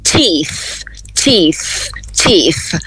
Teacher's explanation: E dentes, no plural, vai ser, começa com som de T normal e termina com a fricativa